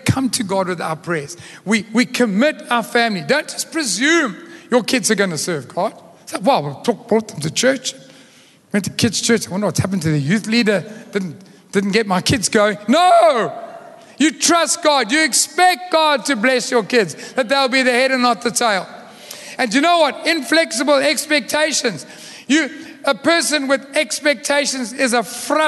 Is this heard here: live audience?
yes